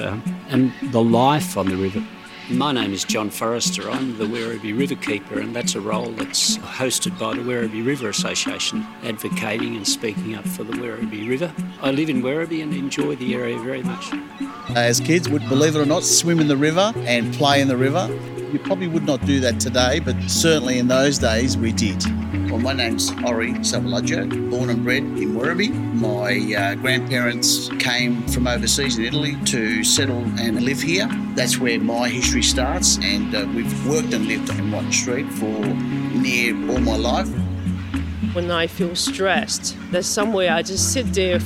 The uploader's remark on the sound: Stories and sounds from the Werribee River. This is an audio experience featuring local people and appreciators of the river speaking about what the Werribee River means to them. All interviews and fields recordings were recorded on or near the Werribee River.